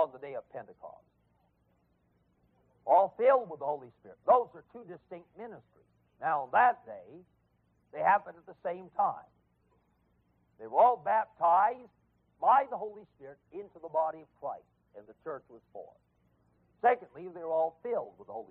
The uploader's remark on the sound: Please note there are some audio problems for the first 30 seconds of this lesson.